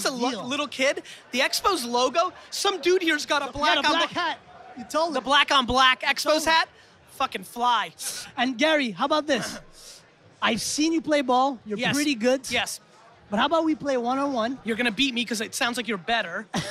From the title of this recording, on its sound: An Interview On The Influence Podcast at Influence MTL